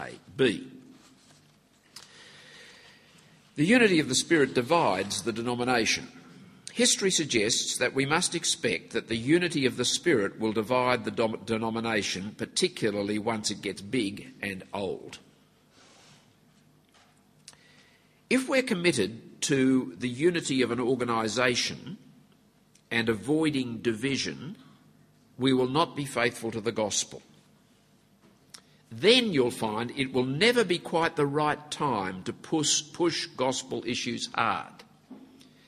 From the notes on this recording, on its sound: at the annual conference for the Fellowship of Independent Evangelical Churches